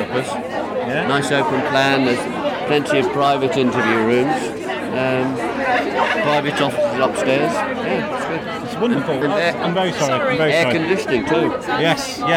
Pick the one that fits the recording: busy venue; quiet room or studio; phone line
busy venue